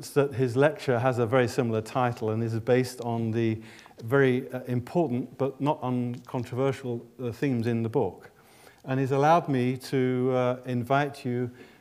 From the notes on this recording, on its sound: This lecture was recorded on 25 May 2010 in the University of Edinburgh's George Square Lecture Theatre.